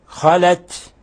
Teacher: أمة قد خلت، وقلقلنا الدال لسكونها، خلت تاء هنا ساكنة، فإذا وقفنا عليها نظهر الهمس